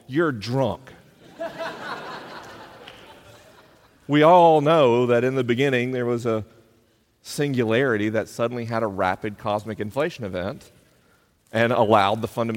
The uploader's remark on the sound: LIVE in Columbus, OH. This week is a live episode: the questions are unscreened and the answers are unrehearsed. I'm traveling around the country on tour.